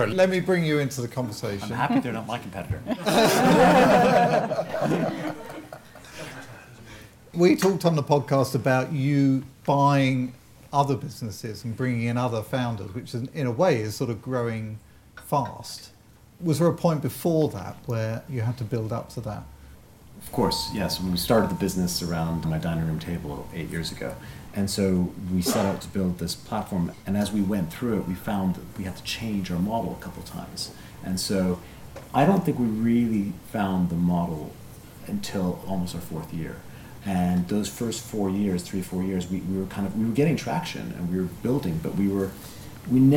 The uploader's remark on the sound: Live panel debate. In front of an invited audience at the Financial Times in London.